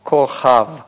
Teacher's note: Это слово во втором слоге имеет долгий гласный «а», «камец»